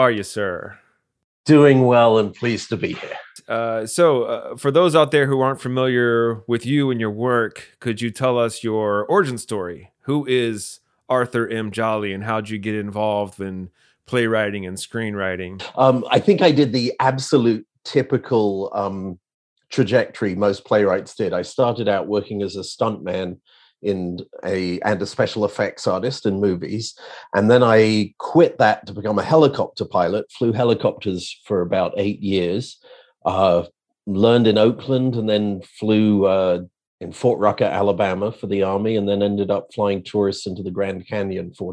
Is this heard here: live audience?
no